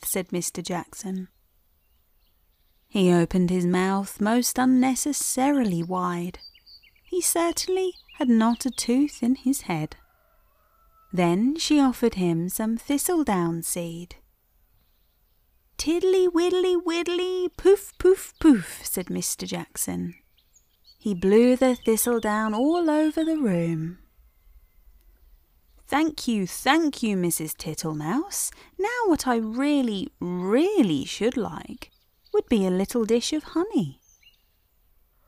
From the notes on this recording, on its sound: Countryside and birdsong ambience